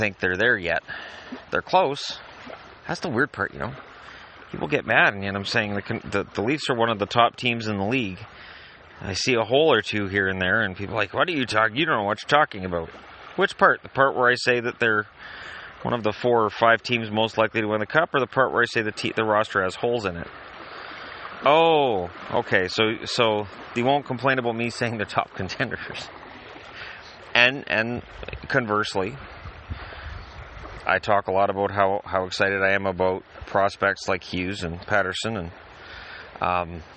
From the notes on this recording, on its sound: I figured one last podcast from the lake might be fun, so I started recording.